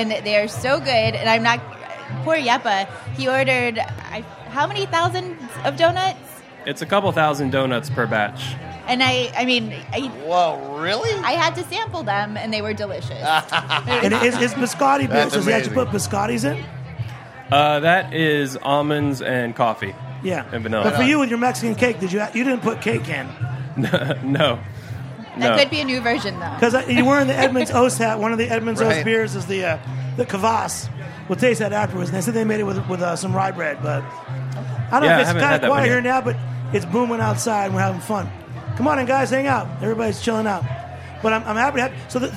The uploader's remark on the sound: Broadcast from the Charleston Wine + Food Festival. Their kids very patiently hung out for their interview.